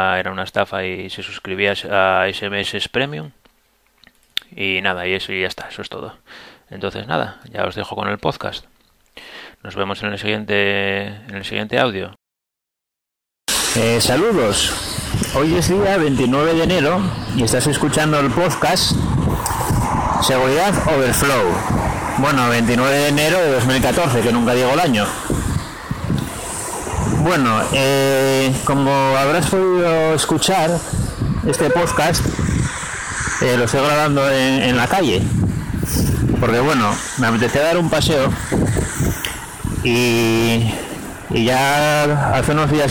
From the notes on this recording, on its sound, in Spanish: Este audio está grabado en la calle y se oye bastante mal.